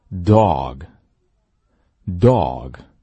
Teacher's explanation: Hello everyone and welcome. 我们今天要完整的复习一下所有的元音。我们在前面的五课当中全部都学的是元音，那一共是24个元音，我们重点讲解了20个，另外4个你们都会，我们一会儿看看就知道了。先来看这20个元音，我建议大家呢先把音频暂停，自己看着这个表，看看能不能把这些音标和单词正确的读出来，别忘了按暂停键哦。欢迎回来，我们一起来看一下。首先第一行 big，诶，这是我们传统意义上的短音 Abig。第二个 Ebeen，been，这是我们传统意义上的长音 E。第三个 O，圆形的 O，不是那个大口的，这个相对小一点，dog，dog。那我们在这个元音后面加个 R 就变成了 chord， or 儿化音 chord，儿化音其实不对，应该叫卷舌音才对，chord。最后一个，这是双元音 O，先从 a 开始到 u，O，close，close。好，我们来看第二行，最开始一样，这是 u 短音 o，good，good， goodmorning。第二个长音 u，收起嘴来 u，呜，就这个口型啊，很